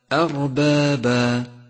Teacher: رابعا، انتبه إلى ترقيق الهمزة إذا جاء بعدها حرف مفخم، مثل كلمة أربابا أربابا، فالهمزة حرف مرقق دائما، فبالغ في ترقيقه خاصة إذا جاء بعده حرف مفخم